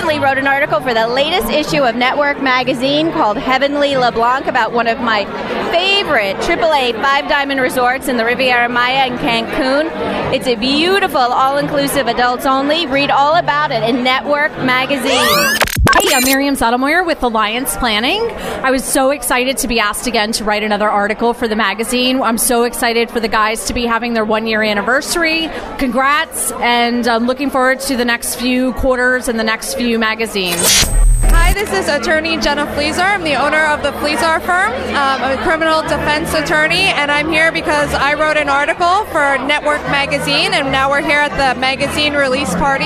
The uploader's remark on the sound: LIVE from the Launch Party of Issue No 5